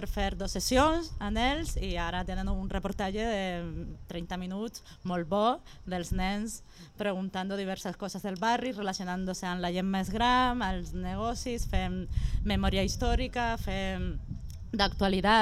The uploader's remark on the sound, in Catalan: Ràdio Trinijove, Ràdio Fabra i XRCB participen fent ràdio en directe a les jornades FACC&COM celebrades el juliol del 2019 i organitzades per Art i Barri.